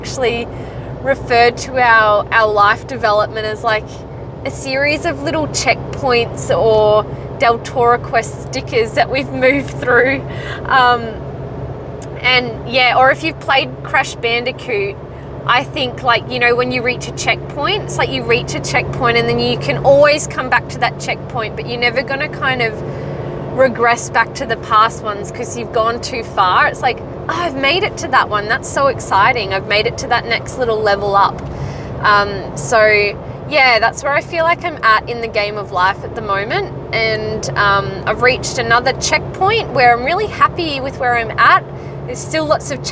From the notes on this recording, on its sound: Her first recording, completely raw and she talks to you on her drive home from work.